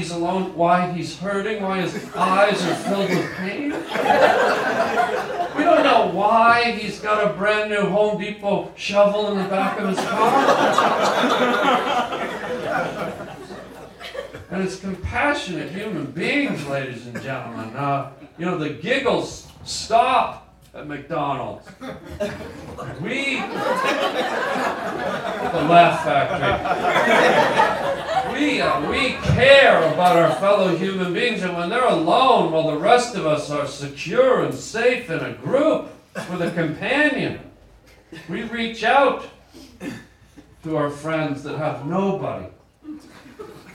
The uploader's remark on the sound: goes live on stage